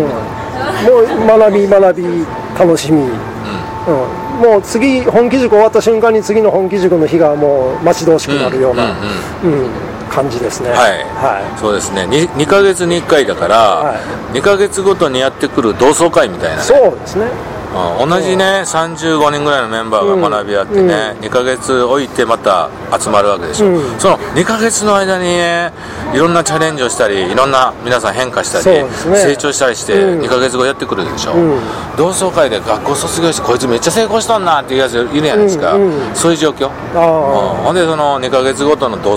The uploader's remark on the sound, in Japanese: 今回は岡山駅前のイオンのスタバにて